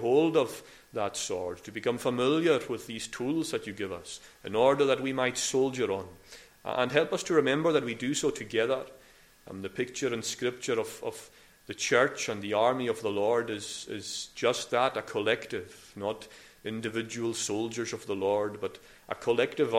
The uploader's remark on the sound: recorded at North Harris Free Church on Sunday morning 20th February 2022